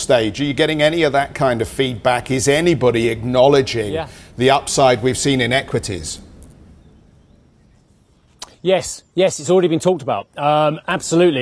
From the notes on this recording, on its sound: We are live on the shores of Lake Como, Italy